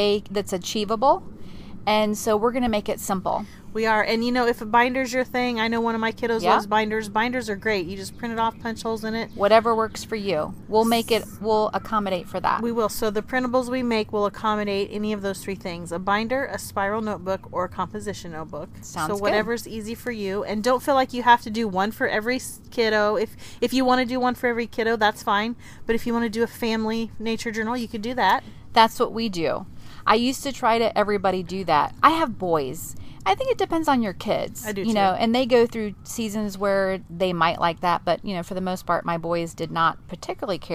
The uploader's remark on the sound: The replay is a live recording by the Roadschool Moms team from the back porch and behind the wheel.